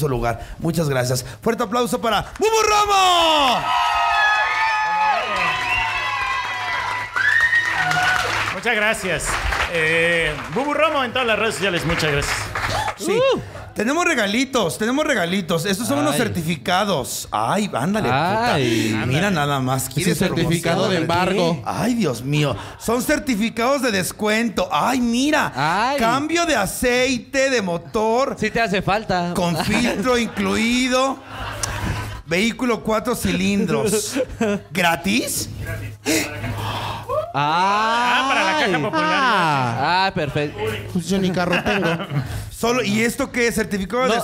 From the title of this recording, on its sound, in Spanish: EN VIVO DESDE LA CAJA POPULAR